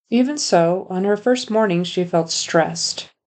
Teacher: when he says stressed, he puts a vowel in front of it, a stressed, and the S kind of becomes a D. The ST becomes a D.